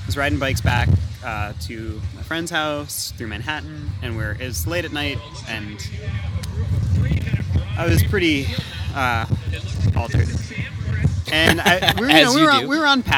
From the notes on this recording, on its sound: State Fair Affair. A special live crossover episode. Recorded down at the local races.